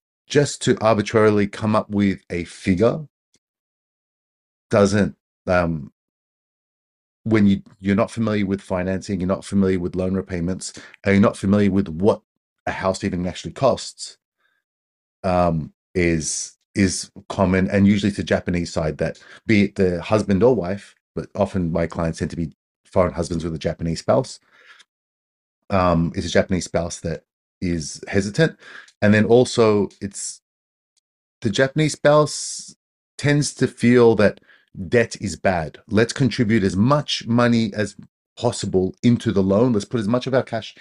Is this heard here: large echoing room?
no